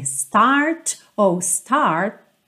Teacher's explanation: esses T's finais não tem a necessidade de aparecer muito